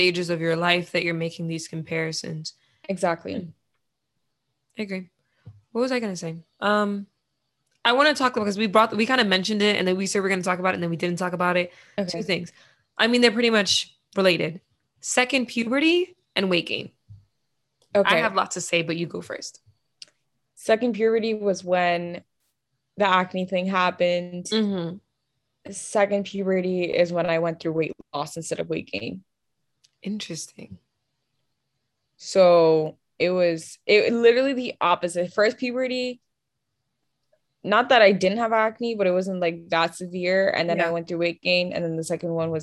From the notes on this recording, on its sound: This was a virtual call between. Please excuse the quality of the audio!